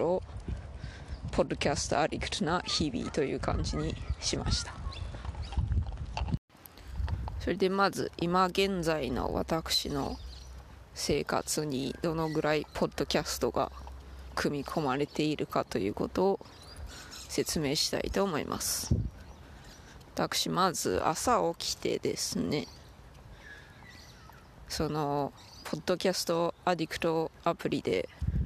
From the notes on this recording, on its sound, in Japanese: 骨伝導ヘッドホンでPodcast Addictな日々。犬の散歩をしながら収録しました。